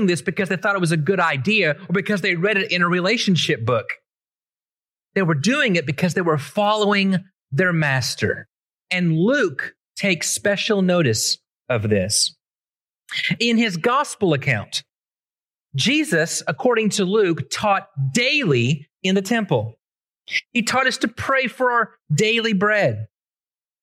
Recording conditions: large echoing room